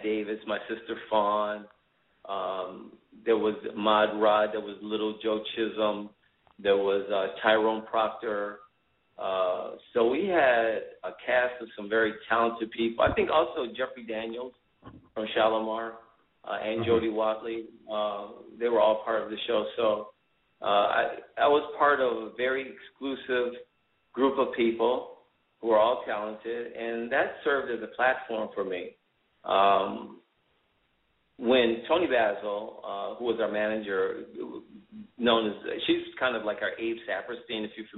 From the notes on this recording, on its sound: Live on the phone. We will have on the line BATTLE-B-BOY's director.